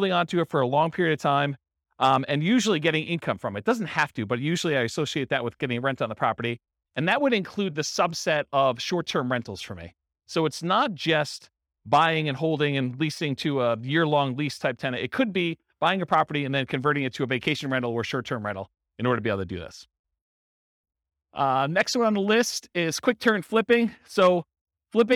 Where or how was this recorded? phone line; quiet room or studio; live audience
live audience